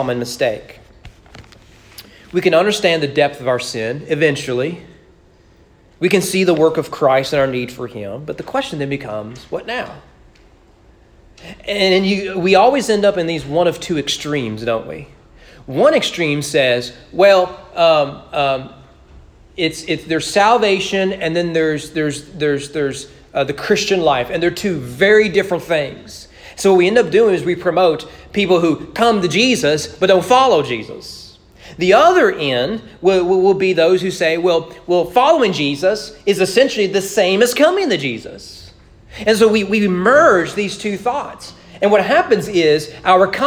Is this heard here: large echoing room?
yes